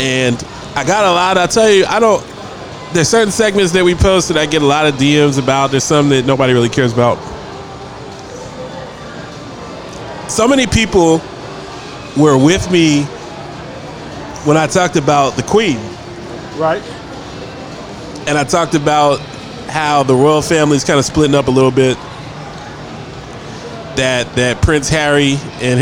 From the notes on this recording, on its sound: Live from Dave & Busters